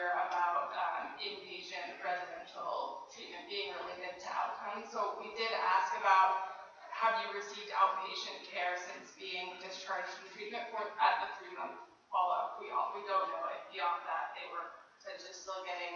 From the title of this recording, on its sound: NAATP 2019 National Leadership Conference - GENERAL SESSION 4